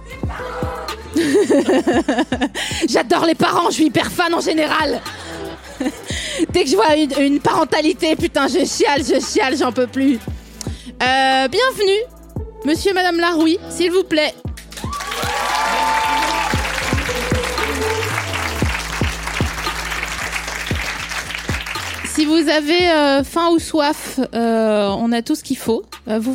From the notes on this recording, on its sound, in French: Cet épisode a été enregistré le 7 septembre 2019 à La Nouvelle Seine (3 Quai de Montebello, Paris 5e).